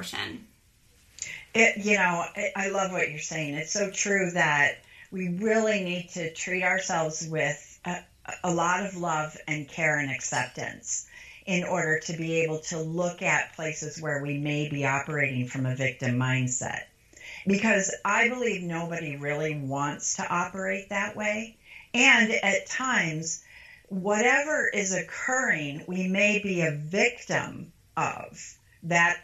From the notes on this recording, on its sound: talk via Skype